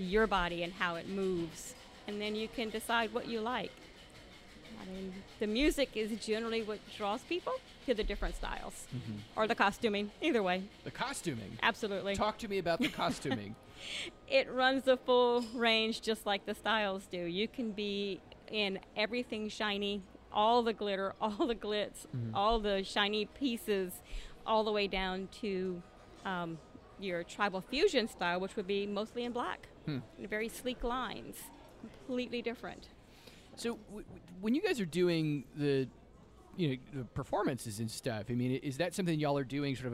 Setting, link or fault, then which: setting, busy venue